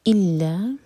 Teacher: الا میں دو سلیبل والا ورڈ ہے تو ای پر زور دیں گے